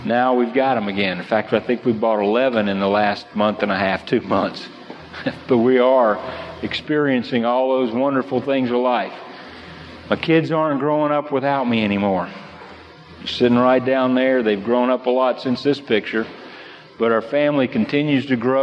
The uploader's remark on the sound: This session was originally recorded at a national convention.